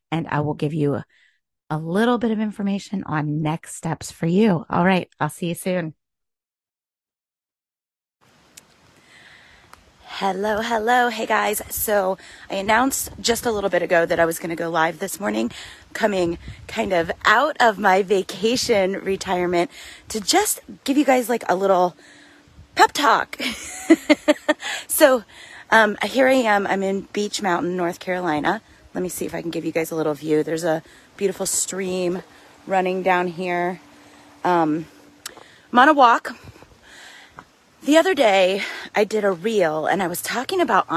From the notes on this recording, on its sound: The audio on this might be a little grainy, and you might hear me get a little out of breath at times, because I literally recorded it while on a hike in the mountains.